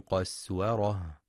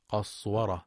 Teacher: وفي قوله سبحانه فرت من قسورة، يخطئ من يقرأ قسورة بتفخيم السين فتصبح صادا قصورة، والصواب ترقيقها · Shown in: first take